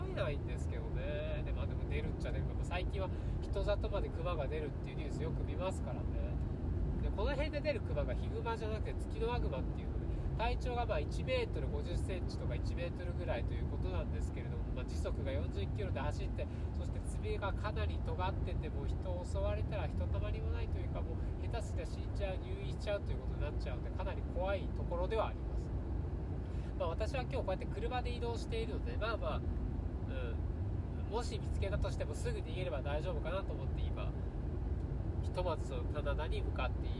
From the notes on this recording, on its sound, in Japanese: 新潟ドライブ中に配信。新潟ドライブ中に暇だったので録音しました。